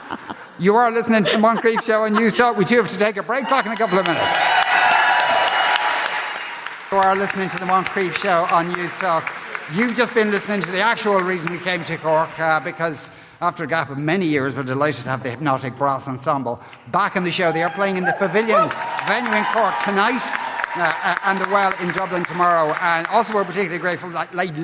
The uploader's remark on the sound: Live from the Triskel Arts Centre in Cork City. Part of Newstalk’s Summer Tour.